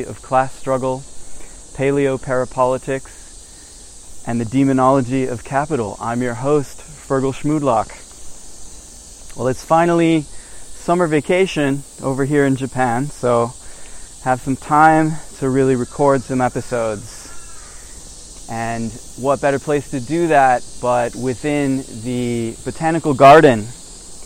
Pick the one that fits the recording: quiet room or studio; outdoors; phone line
outdoors